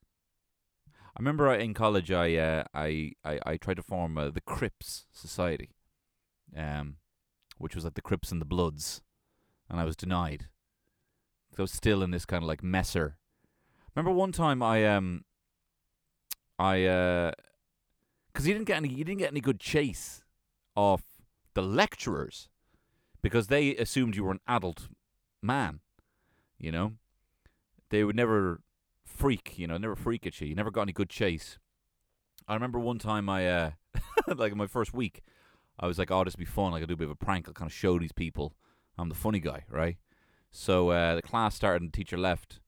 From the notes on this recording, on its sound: LIVE from my Kia Soul